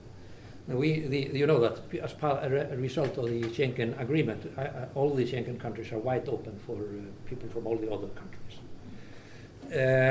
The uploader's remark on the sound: This episode is a recording from our annual summer course Doing Business in China.